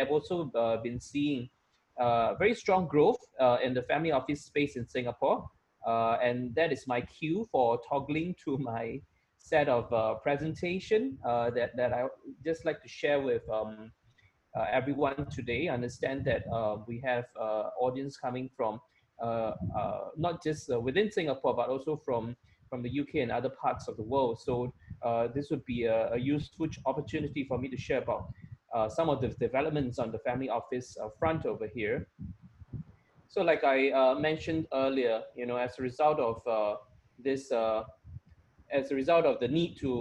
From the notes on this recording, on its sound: Webinar audio recording dated 26 Aug 2020